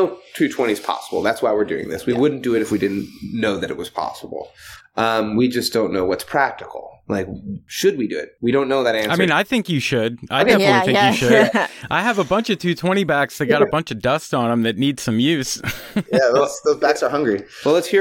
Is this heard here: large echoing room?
no